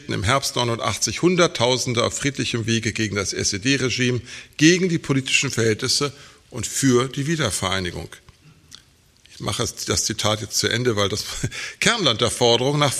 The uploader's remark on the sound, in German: Er hielt den Vortrag im Rahmen der Tagung ‚Friedhof der Märzgefallenen.